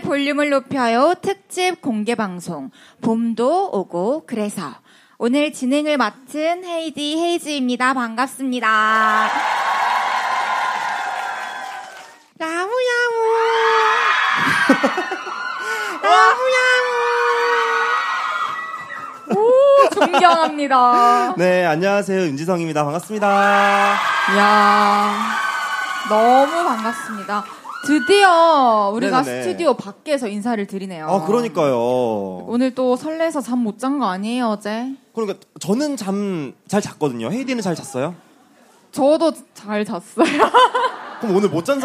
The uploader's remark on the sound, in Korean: 특집 공개방송 '봄도 오고 그래서'